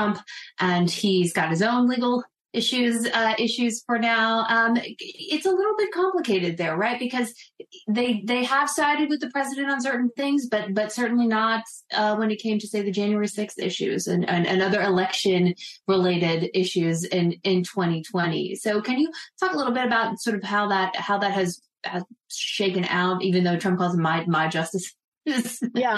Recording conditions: video call